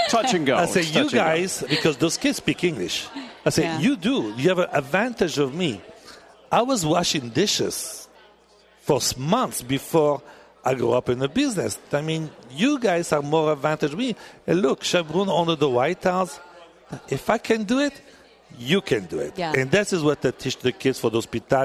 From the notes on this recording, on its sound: Live from the KFI Pastathon. Live at the Pastathon in Anaheim.